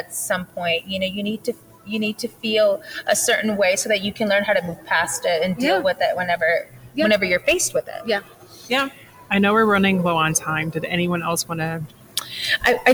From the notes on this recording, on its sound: took a moment at the AACRAO Annual Meeting to record this cross-podcast conversation.